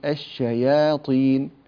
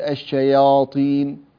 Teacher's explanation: ياء مرققة وقع بعدها ألف، فإننا كذلك نرققها · Shown in: first take